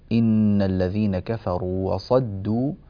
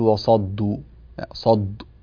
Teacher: الدال حرف مرقق وجاءت بعد حرف الصاد المفخمة، فلا بد من ترقيق هذه الدال · Shown in: first take